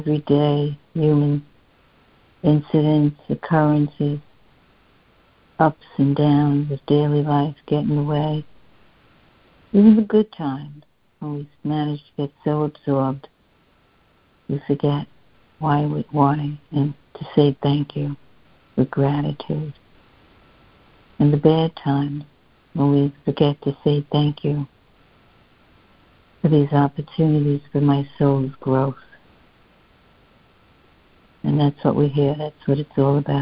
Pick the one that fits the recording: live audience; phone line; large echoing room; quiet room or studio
phone line